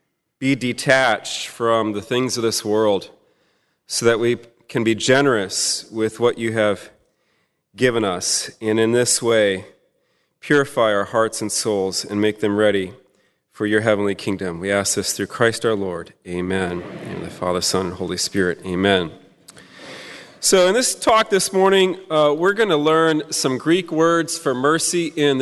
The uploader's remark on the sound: At the 2016 Fullness of Truth Conference. Held at Prince of Peace Catholic Church in Houston, Texas, from June 24–25, 2016.